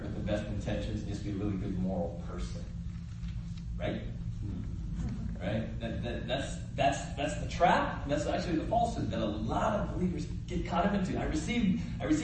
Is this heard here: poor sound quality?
yes